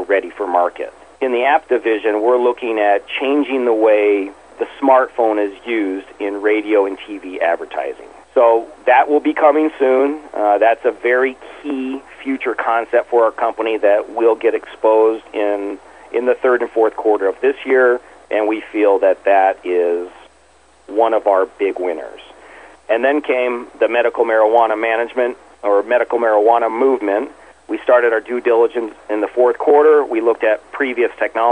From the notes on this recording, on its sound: called into SmallCapVoice